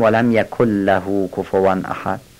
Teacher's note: نون در لام ادغام میشه